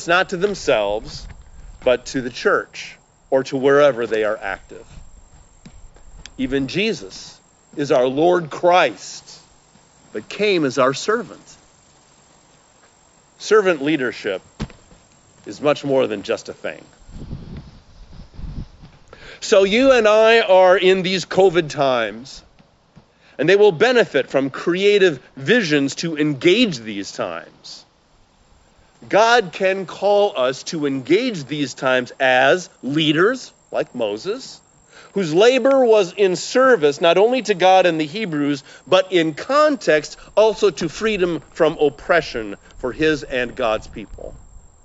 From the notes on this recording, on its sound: We traditionally have one outdoor service in the summer time, and we didn’t want to miss the experience this year. Recorded in Lorel Park in Skokie, with a few guests from the congregation.